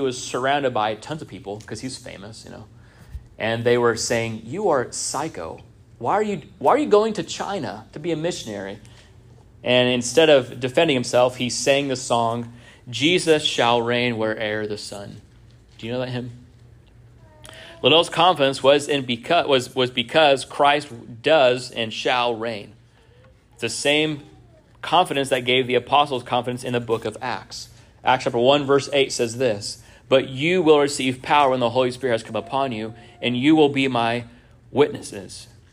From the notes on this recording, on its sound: This sermon was first preached at Union Baptist Church in Orrick, MO.